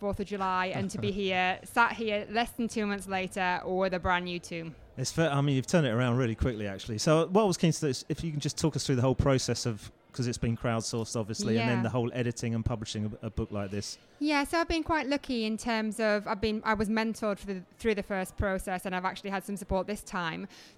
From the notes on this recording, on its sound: Recorded at the launch of the new book FuturePRroof: Edition Two